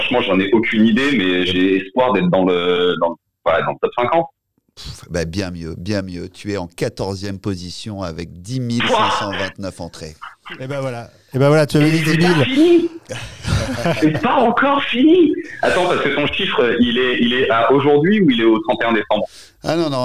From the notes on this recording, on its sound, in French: Entretien par téléphone